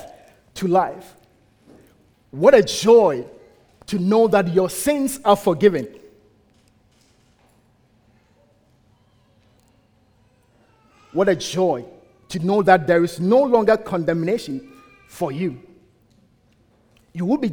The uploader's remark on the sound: At the United Christian Church of Dubai.